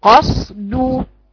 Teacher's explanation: الاثنين مفخمين القاف والصاد والدال رقيقة